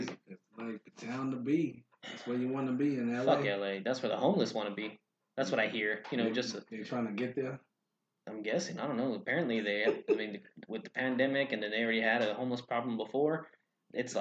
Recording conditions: poor sound quality